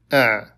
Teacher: العين هي بطبيعتها حرف يتخامد صوته بعد جريان ضئيل فعندما يقول الانسان اع يجد للعين جريانا ضئيلا ثم يتلاشى لذا · Term: حرفا بينيا